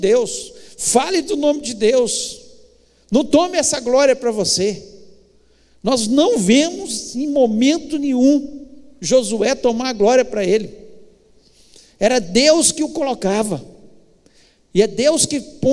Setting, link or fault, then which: setting, large echoing room